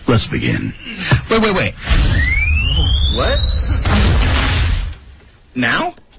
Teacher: 他说话的时候永远是老成持重的，因此降调 Let's begin 那么是他的基本特点啊。语速呢他不一定说得非常快，大家注意他的身份决定了他的语速是稳稳当当的中速。